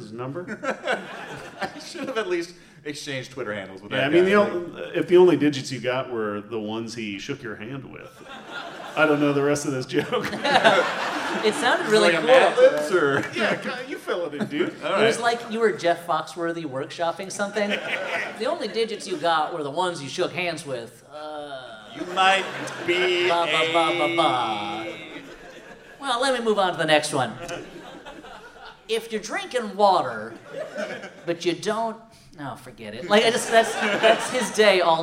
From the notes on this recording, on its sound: Holmes & Watson, LIVE! This live show, taped last year in Portland, Oregon.